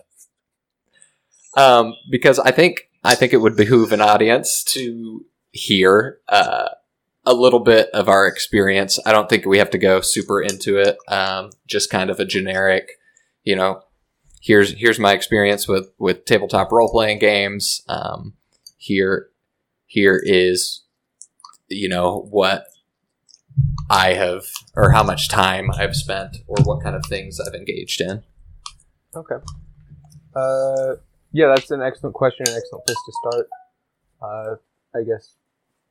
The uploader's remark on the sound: This was part of an initial recording session, there are sadly some audio issues we corrected for later episodes.